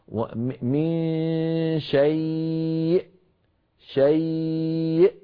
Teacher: خرجت بقفل الوترين الصوتيين، بتصادم بين الوترين الصوتيين في الحنجرة. من شيء، شيء، فإذا اصطدم الوتران انقفل الحلق وانقطع الصوت، وبهذا تكون الهمزة الساكنة قد خرجت.